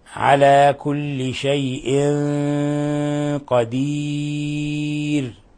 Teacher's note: شيء قدير، تنوين كسر، جاء بعده حرف القاف، الحكم التجويدي إخفاء حقيقي، إخفاء حقيقي على كل شيء قدير.